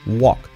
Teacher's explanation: Una mezcla entre O y A. La L no se pronuncia.